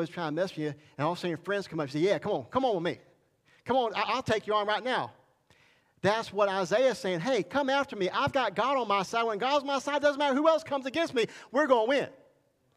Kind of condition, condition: setting, large echoing room